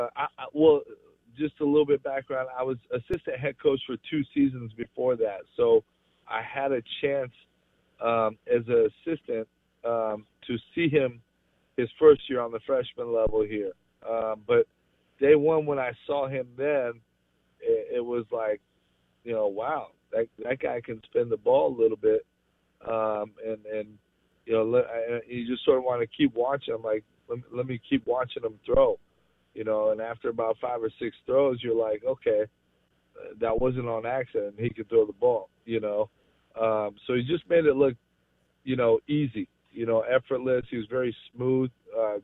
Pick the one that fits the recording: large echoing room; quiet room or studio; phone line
phone line